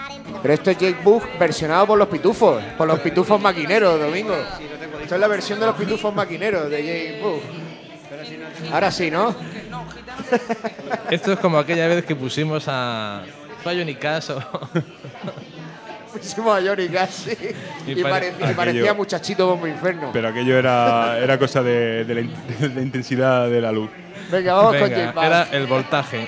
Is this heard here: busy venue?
yes